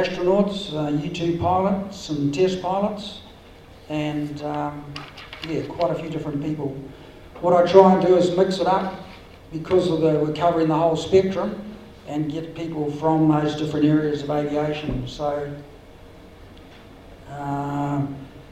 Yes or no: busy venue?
yes